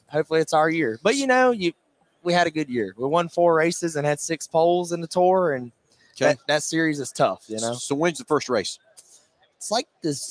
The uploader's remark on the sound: Live from PRI Trade Show in Indianapolis, IN.